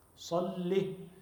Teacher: لكن هنا يحضرني أمر، وهو أنك عندما تصلي على النبي صلى الله عليه وسلم فقلها بلفظ صحيح، ما تقول اللهم صل على محمد، اللهم صل صاد ليست سين، لأن كلمة صل من التسلية، اللهم صل بتشديد اللام من غير ياء، لام مشددة وعليها كسرة، صل